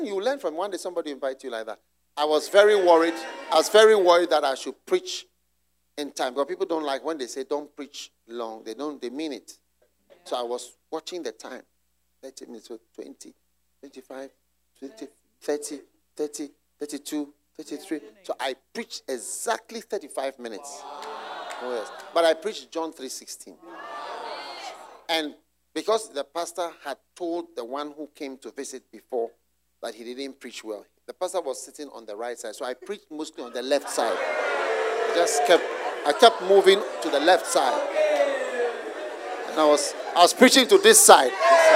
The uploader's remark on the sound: Preached at the Use It or Lose It Camp, USA.